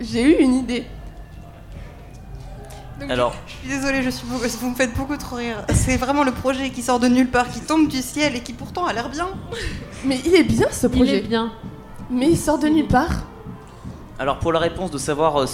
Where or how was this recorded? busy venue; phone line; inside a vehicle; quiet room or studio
busy venue